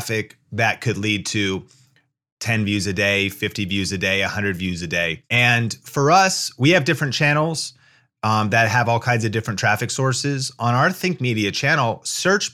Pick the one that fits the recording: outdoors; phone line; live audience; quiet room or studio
quiet room or studio